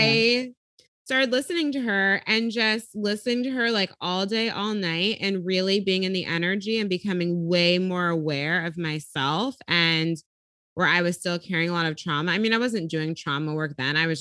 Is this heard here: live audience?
no